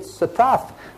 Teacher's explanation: They dropped out the first A because it wasn't stressed. The T at the end of words is pronounced TH, so you get satath.